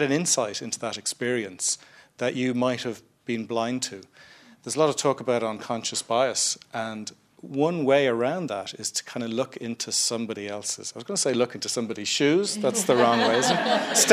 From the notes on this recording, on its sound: A special programme recorded in front of a live audience at a Dublin Tech Summit event.